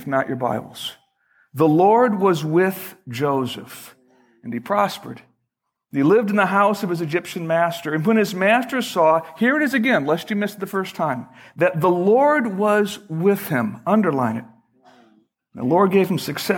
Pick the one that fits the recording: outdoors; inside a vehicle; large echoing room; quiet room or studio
large echoing room